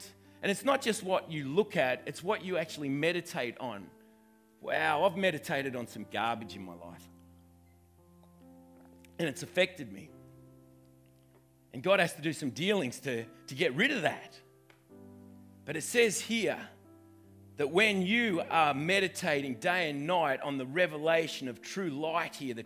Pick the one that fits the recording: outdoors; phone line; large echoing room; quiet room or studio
large echoing room